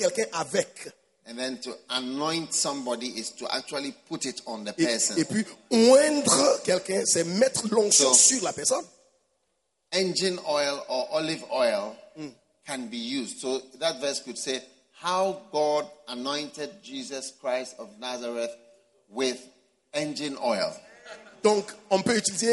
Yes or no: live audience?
yes